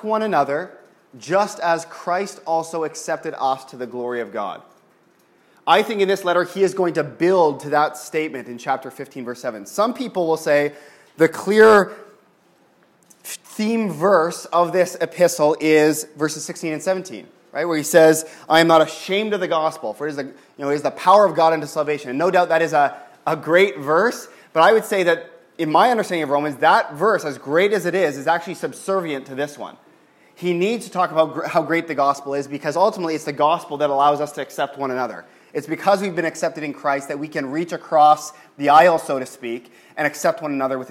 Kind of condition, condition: setting, large echoing room